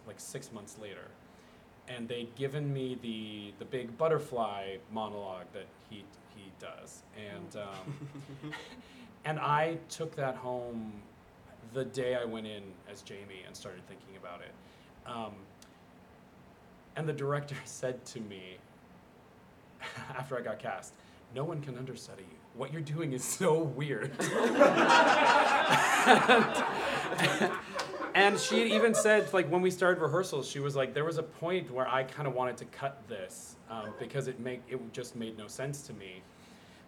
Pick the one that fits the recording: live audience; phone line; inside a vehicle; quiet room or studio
live audience